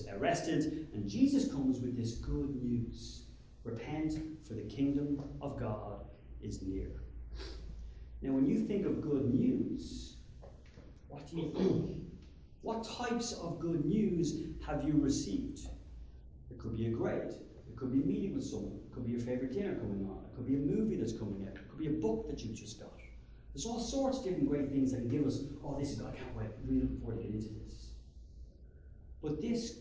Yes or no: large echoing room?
yes